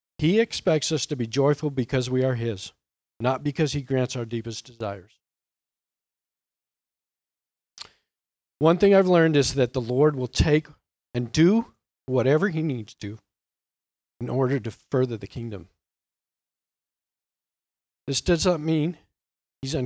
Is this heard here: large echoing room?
yes